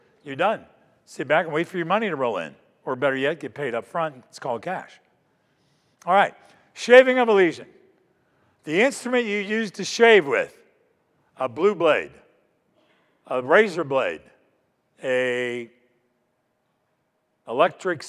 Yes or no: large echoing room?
yes